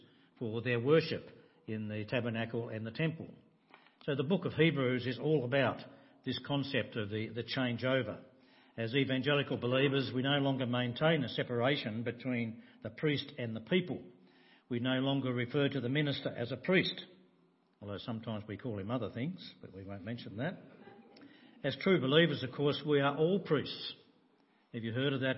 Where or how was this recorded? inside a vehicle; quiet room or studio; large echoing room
large echoing room